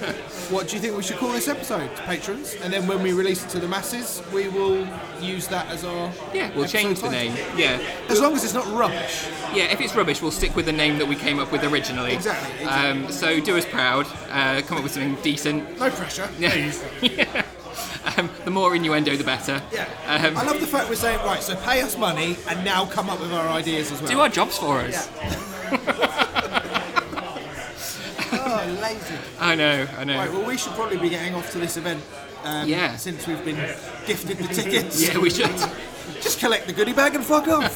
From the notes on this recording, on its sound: Meet up at LOADING gaming bar in Dalston for a press event, and decide to record a cheeky Express before going in. Being recorded in a pub, there's some background noise to contend.